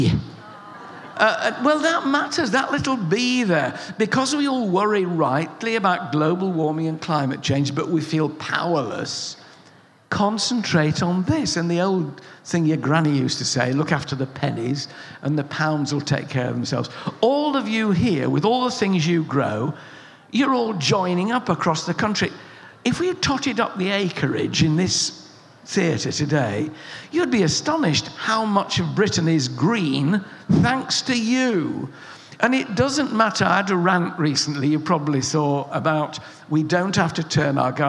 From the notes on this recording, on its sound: Recorded at BBC Gardeners’ World Live. The audience listened.